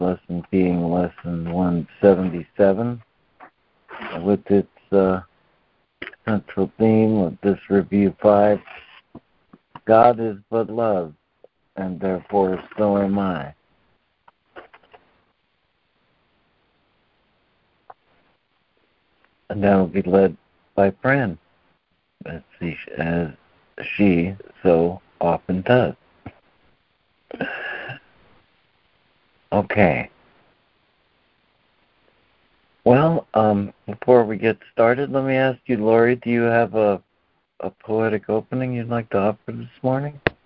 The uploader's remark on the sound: ACIM Daily Conference Call